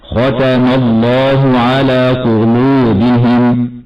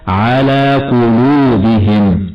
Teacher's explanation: ويجب ألا تتأثر اللام المرققة بتفخيم القاف قبلها · Shown in: second take · فلا أقول بتفخيم اللام ختم هكذا: ختم الله على قلوبهم.